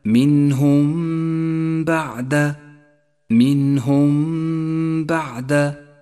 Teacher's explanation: فلا نجافي بين الشفتين عند نطقها ولا نضغط عليهما، ونقف على الميم بغنة زمنها حركتان · Term: الإخفاء الشفوي